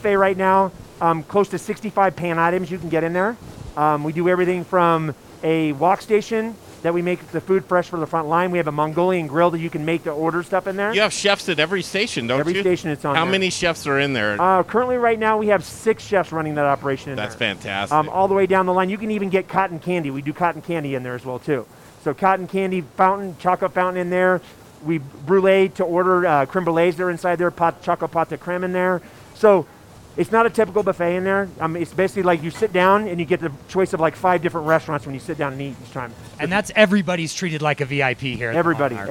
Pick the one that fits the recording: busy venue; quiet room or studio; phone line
busy venue